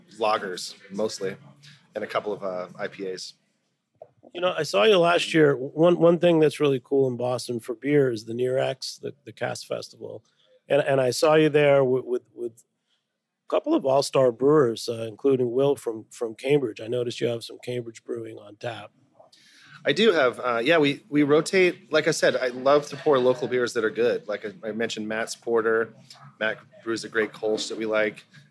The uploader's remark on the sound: The legendary Beer Bar, Deep Ellum in Waltham, MA, has been reborn! Just outside of Boston. At Deep Ellum beer bar.